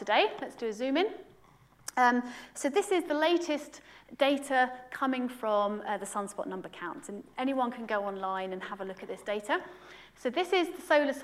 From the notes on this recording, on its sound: UCL Lunch Hour Lecture